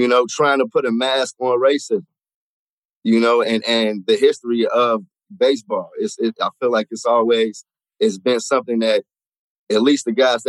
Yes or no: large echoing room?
no